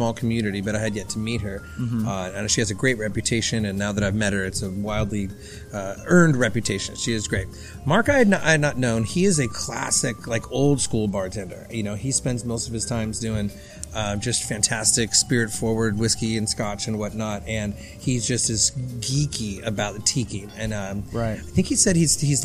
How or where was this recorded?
busy venue